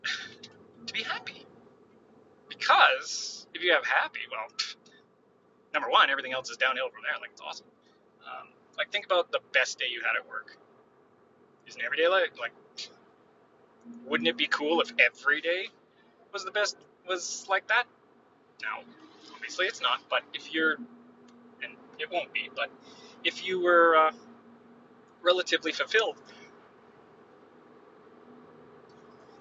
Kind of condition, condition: fault, background noise